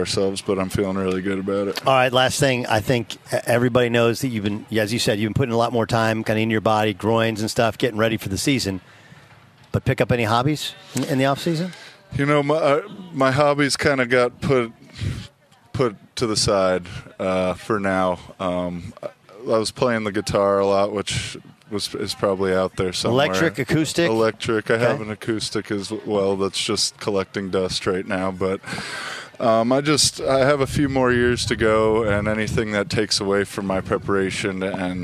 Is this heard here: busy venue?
yes